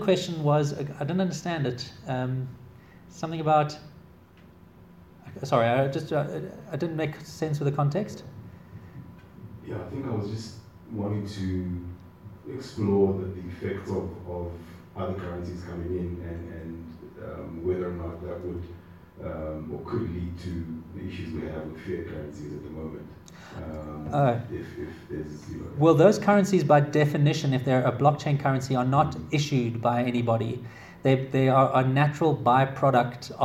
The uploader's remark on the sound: Delivered to the Association of Corporate Treasurers of South Africa in Johannesburg, South Africa, February 2017